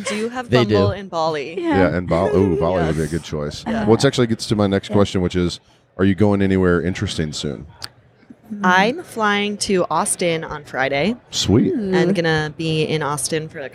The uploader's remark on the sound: Live from the expo floor at Splunk’s user conference, .Conf 2017.